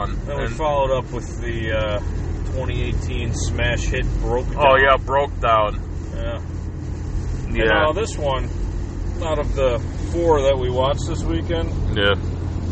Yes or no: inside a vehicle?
yes